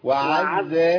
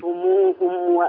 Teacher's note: انا عندي كله مرقق لحد الراء، العين مرققه